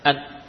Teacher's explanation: Nun ketika mengalami idhar tetap memiliki sifat gunnah.